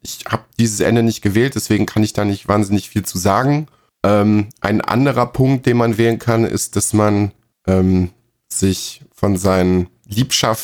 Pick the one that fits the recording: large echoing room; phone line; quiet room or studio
quiet room or studio